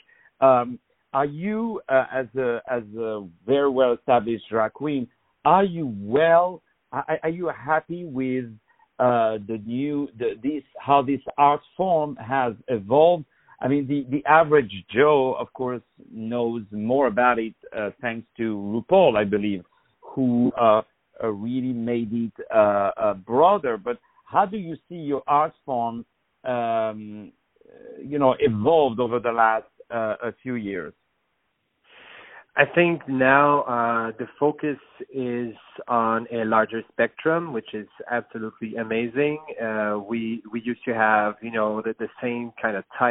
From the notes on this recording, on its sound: On the phone.